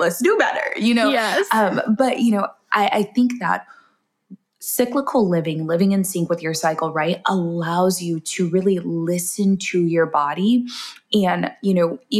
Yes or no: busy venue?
no